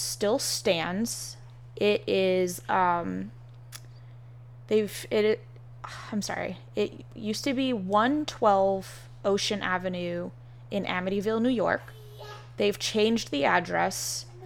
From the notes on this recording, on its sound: DISCLAIMER: Background noise in this episode